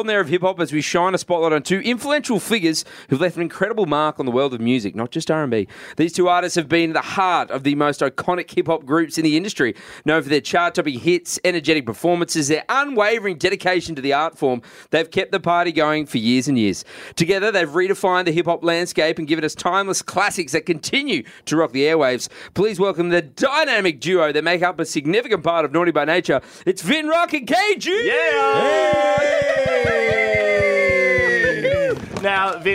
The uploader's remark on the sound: The boys are live from Fridayz Live in Melbourne!